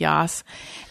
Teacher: She was 100% fry. I didn't even hear the tone of her voice, just croaks. · Term: vocal fry